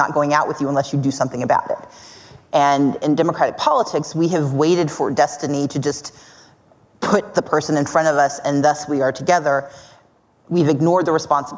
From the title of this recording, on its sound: Live at Code 2019